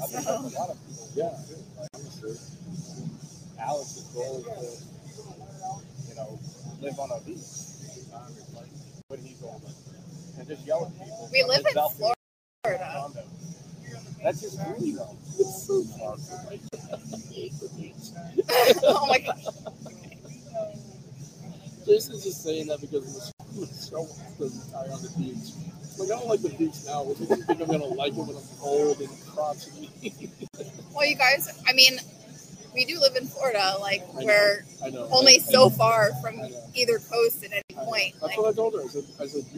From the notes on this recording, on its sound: Sorry for the low audio so much background noise makes it tough, but here's Southern Detailers Conference Day 1.